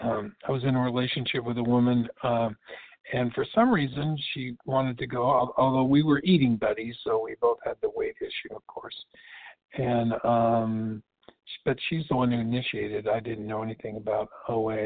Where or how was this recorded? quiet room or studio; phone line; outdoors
phone line